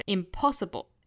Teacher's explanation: 那我们注意这个 impossible 它的重读呢是在第二个音节上